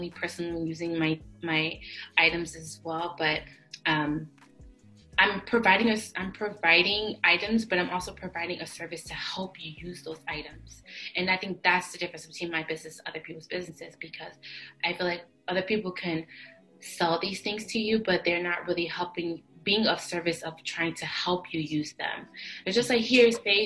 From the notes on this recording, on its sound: It goes down in the zoom calls. We talk about a lot in this zoom call.